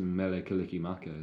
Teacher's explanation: the R and the L sound are the same.